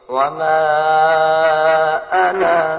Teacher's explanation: Cara membacanya dengan bacaan panjang 2 harokat dikala waqaf atau berhenti, dan alif dianggap tidak ada dikala wasal atau terus.